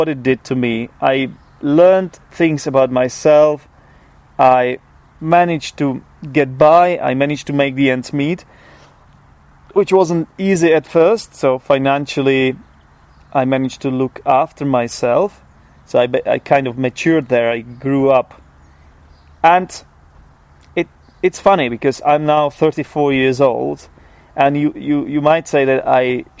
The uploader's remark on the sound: This episode was recorded outside in my garden. I also refrained from doing any post-recording editing, keeping in all hesitations, false starts, etc.